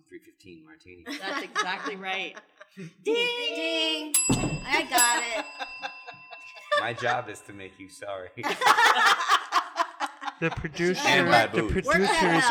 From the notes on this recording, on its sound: With a live audience at the Greenbriar Inn.